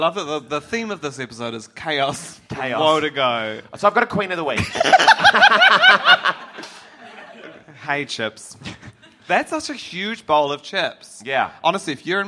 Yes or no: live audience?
yes